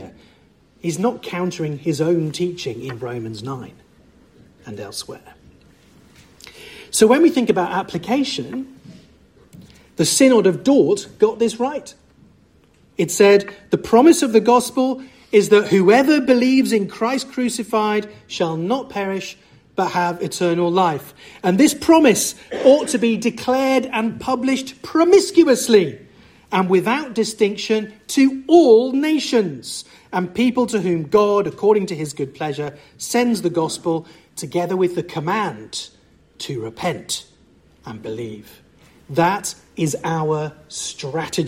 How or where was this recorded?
large echoing room